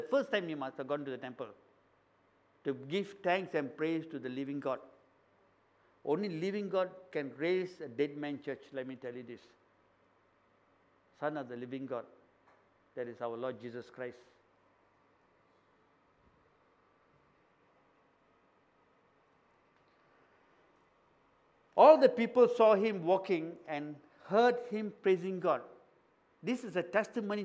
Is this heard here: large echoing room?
yes